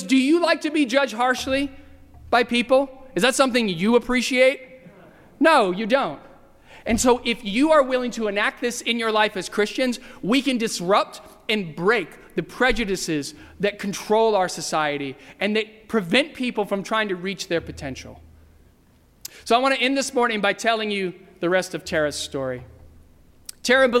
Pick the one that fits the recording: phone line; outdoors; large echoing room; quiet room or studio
large echoing room